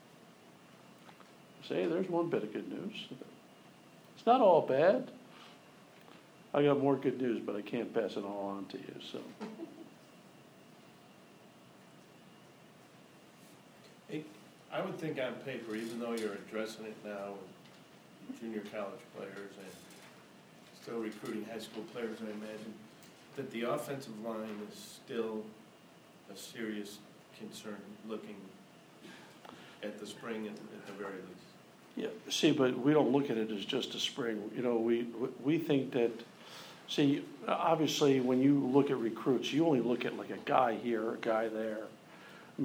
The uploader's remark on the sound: press conference